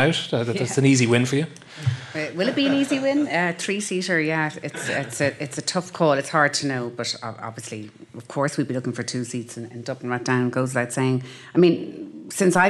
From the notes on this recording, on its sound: Live at FG Conference. This weekend it was Fine Gael's turn for their annual get-together.